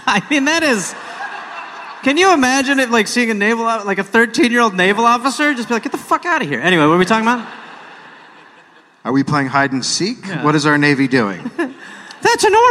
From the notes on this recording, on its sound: Recorded live in London.